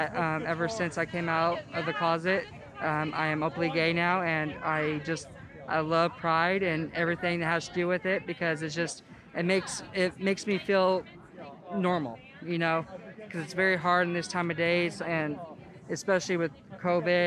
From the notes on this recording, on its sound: Voices in the Street – public opinion polls in the streets of Bloomington.